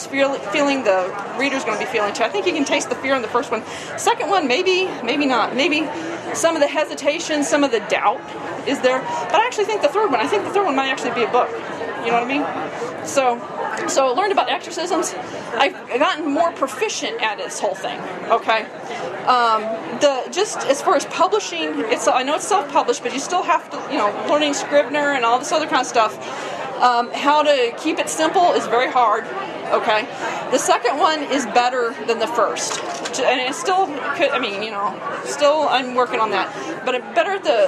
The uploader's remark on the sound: Tent Talk at the Tucson Festival of Books 2017. Independent authors have an area where they can talk about their books and take audience questions.